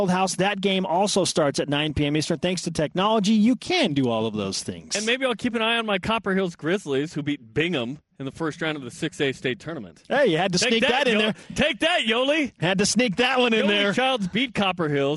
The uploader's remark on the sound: BYU Sports Nation is live from Las Vegas for the WCC Tournament.